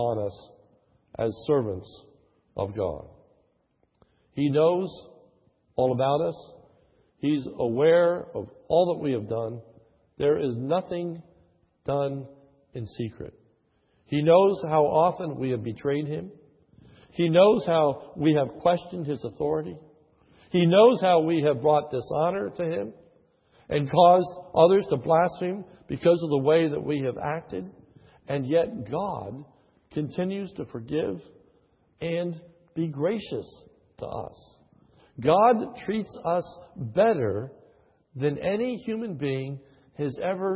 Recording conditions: large echoing room